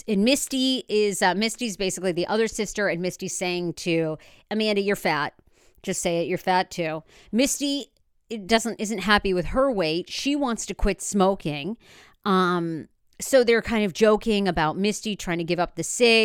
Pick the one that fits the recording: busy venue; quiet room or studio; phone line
quiet room or studio